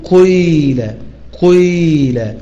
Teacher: فابدأ بصوت الضمة أو ببعض الضمة، ثم مكن بعد ذلك الكسرة لياء المد، الكسرة لياء الإيه، أنا أقول الكسرة ليس معناه كسرة أن أنا أكسر الياء، وإنما نمكن كسرة القاف التي تناسب ياء الإيه المد. · Term: الإشمام